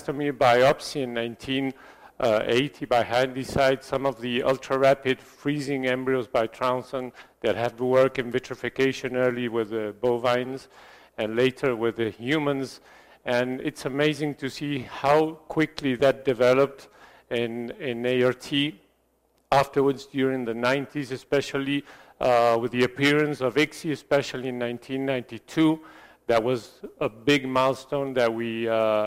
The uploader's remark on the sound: This lecture was given at the 360◦ of Fertility: Optimizing Clinical and Laboratory Approaches educational program in Sao Paulo, Brazil